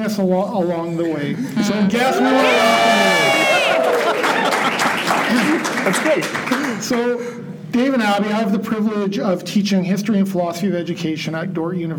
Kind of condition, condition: setting, live audience